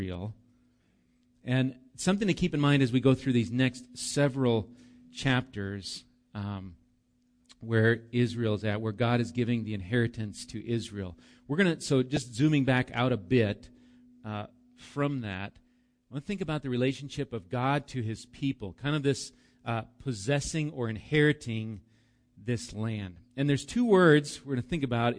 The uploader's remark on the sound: Recorded live at Bethany Bible Church